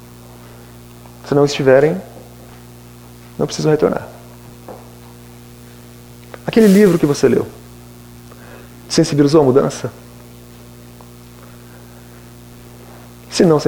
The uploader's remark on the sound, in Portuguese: Palestra ao Público